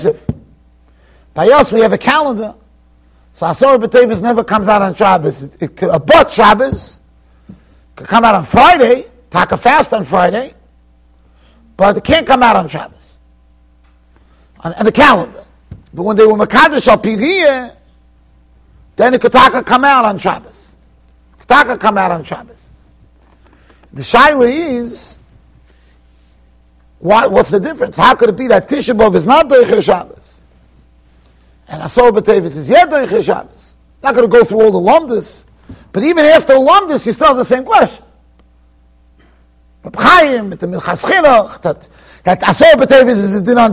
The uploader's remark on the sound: Shiur recorded in Yeshivas Ohr Reuven, Monsey NY